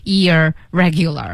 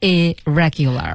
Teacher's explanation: 两个 r 只读成一个，并且和后面词根当中那个辅音进行一个连接的读法 · Shown in: second take